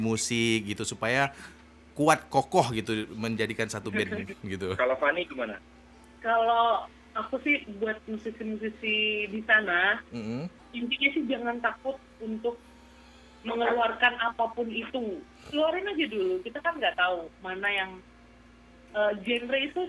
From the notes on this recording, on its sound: Live Phone. Di studio 101.1 FM.